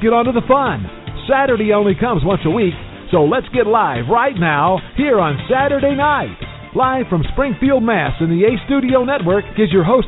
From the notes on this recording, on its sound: LIVE PRANK CALLS.